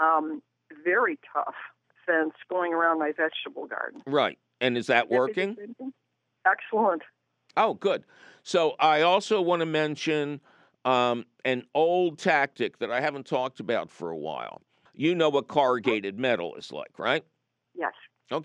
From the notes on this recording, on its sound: your foul ball phone calls